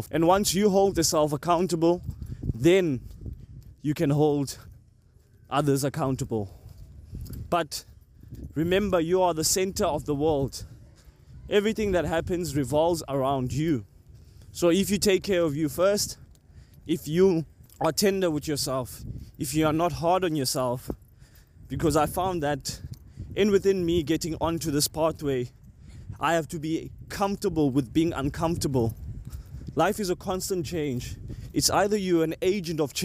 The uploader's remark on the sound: near the end of this episode i had a walk and decided to INSPIRE myself and record my reflection